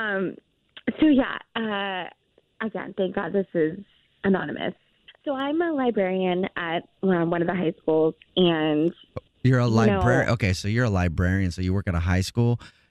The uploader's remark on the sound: A Phone Prank